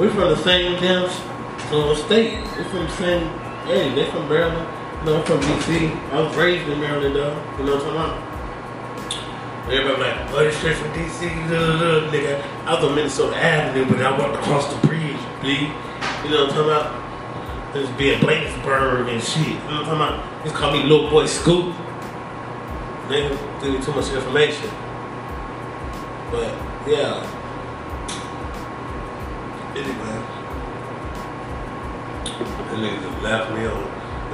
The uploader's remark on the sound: Off The Top Podcast Live at The Hemp Essentials.